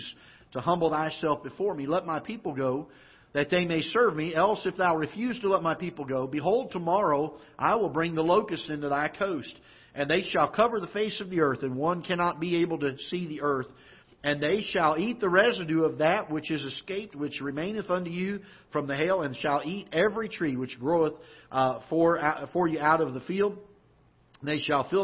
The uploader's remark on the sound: Ketha Heights Baptist Church ~ Live Broadcast. Live broadcast from the auditorium of Ketha Heights Baptist Church in Festus, Missouri.